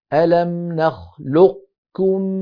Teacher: بقاف ساكنة غير مقلقلة، ثم الانتقال من مخرج القاف إلى مخرج الكاف من غير صوت : ألم نخلق، ثم ينطق كافا مضمومة. هذا وجه أدائي متلقا، · Term: صفة الاستعلاء في القاف